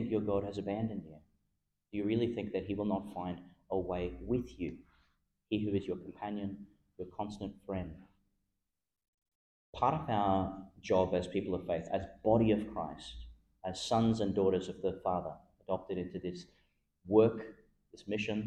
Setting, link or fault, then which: setting, large echoing room